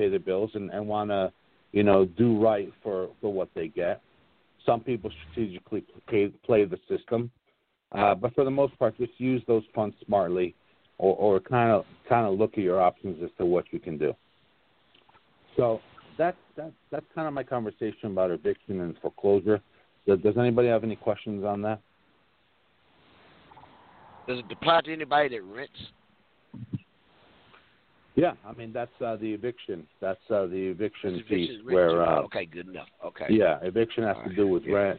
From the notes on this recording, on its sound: NABD Live Conference Call